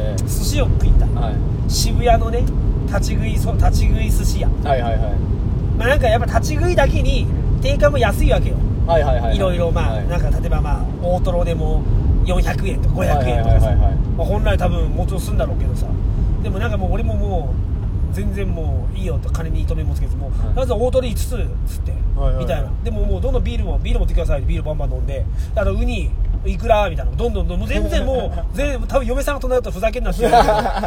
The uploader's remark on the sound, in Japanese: 遠方に向かう営業車の中で連休中の話をしております。